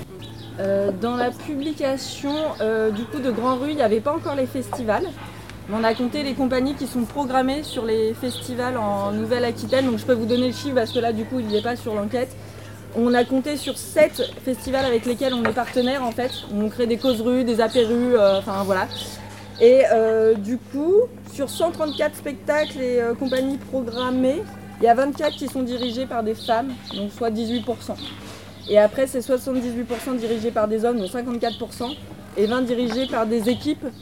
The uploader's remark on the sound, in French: Nous sommes parties au festival des arts de rue : Chalon dans la rue, à la recherche de spectacles féministes.